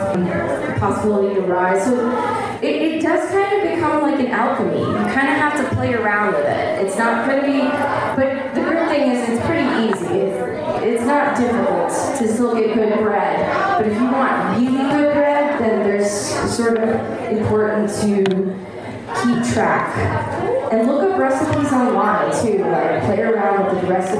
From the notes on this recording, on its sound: a recording from the Witches Faire and Gathering on Oct 30, 2021